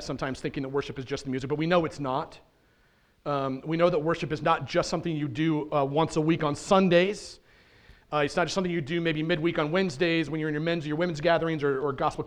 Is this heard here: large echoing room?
yes